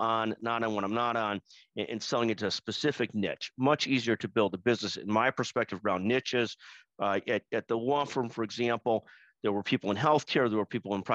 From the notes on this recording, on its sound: Recorded Webinar. This is a recording of the 12-15-22 webinar.